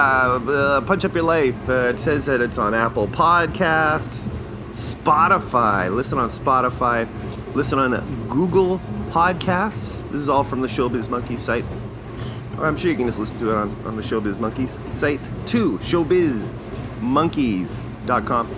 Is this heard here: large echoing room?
no